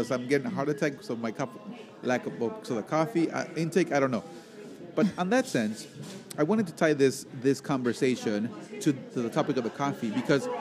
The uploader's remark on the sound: live from Ignotz Ristorante in Little Italy, Chicago